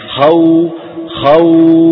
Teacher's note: لاحظوا ان حرف اللين اذا قطعنا اوله اللي هو الفتحة الباقي نفس صوت حرف المد